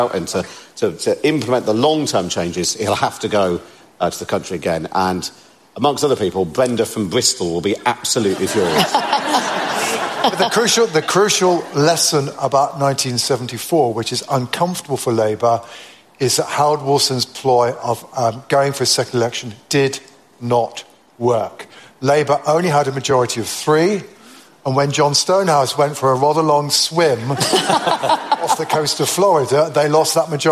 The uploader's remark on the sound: Live at the Cheltenham Literature Festival in October